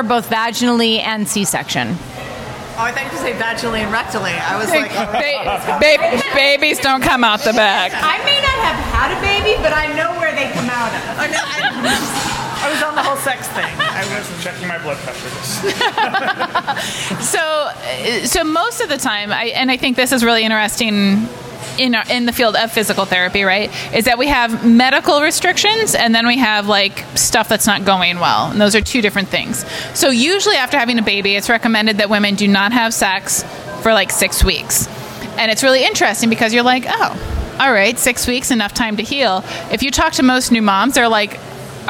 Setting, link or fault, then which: setting, busy venue